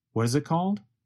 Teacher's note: What is becomes reduced to what is. The letter T in what changes to a sound closer to the letter D. And the word it goes by so fast that it becomes very reduced to just a vowel sound plus a very fast held T.